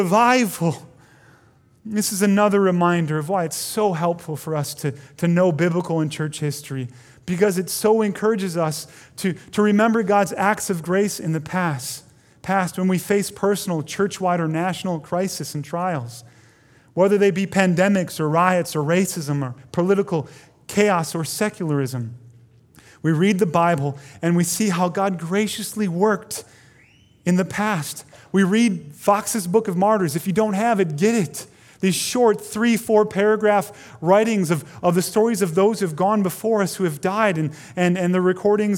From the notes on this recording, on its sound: Delivered Sunday, July 26, 2020 at Woodridge Community Church (New Berlin, WI).